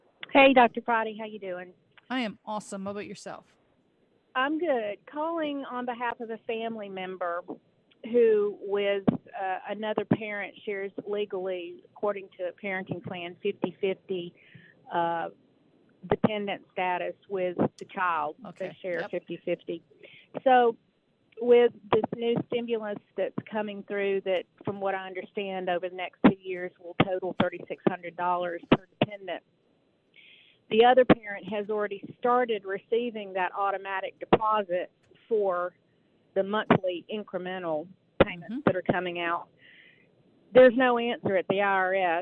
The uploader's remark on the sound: We are live here on this beautiful Saturday. We are taking your calls live.